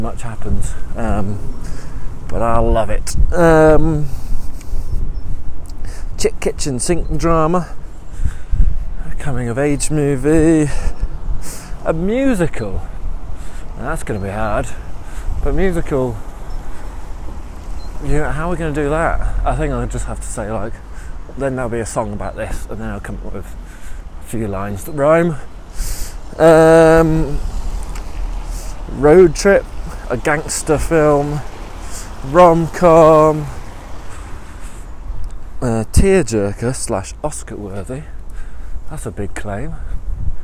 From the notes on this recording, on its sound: Every week for a year, I am going to head out on a walk, and I'll record the nonsense from that walk. The whole walk, the ambience, the thinking, the overthinking, the distractions, the tangents, the burps, will all be in there.